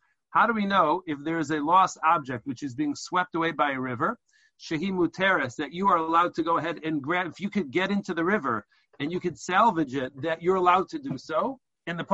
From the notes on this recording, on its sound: Helped by the probing questions of the attendees of this recent ZOOM teleconference Shiur